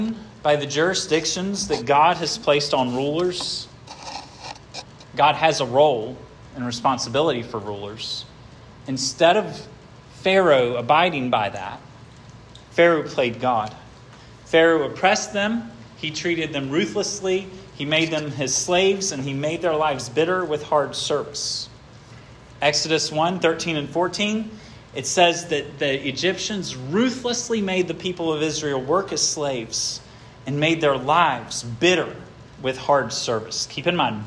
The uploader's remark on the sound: This sermon was preached at Hope Fellowship